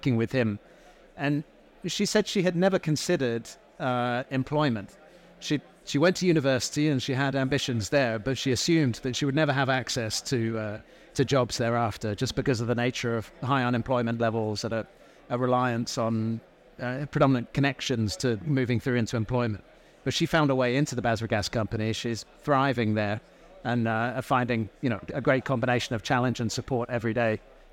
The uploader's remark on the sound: Recorded live at ADIPEC 2023